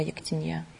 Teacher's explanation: В слове «ектенья» ударение на последний слог падает.